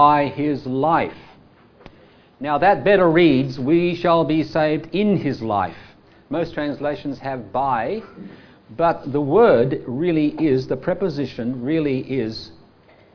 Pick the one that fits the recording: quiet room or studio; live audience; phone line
live audience